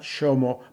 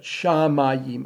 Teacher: There are a lot of Ashkenazi O, which should be Sephardic A's. · Shown in: second take